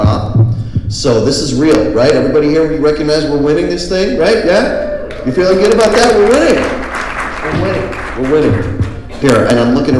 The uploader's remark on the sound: speaking at Kaya Fest 2018 in San Bernadino CA.